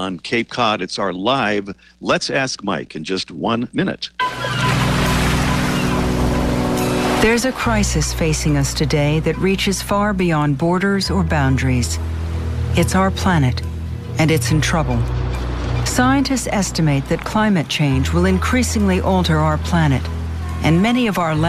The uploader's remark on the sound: On today's show we're live from Acadia National Park in Maine.